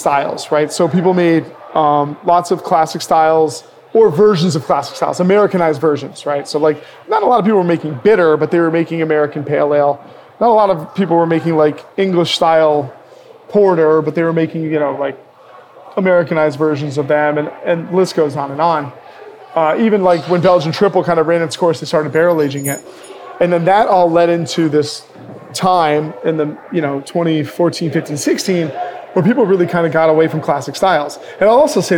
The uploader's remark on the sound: The 2021 Battle of the Barrel-Aged Beers, one of the most popular events of the DC Brewers' Guild's annual DC Beer Week. Recorded live at the event!